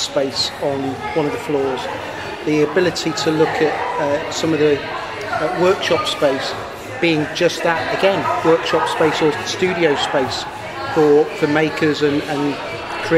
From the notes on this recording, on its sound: Amid clanging plates and dubious sound levels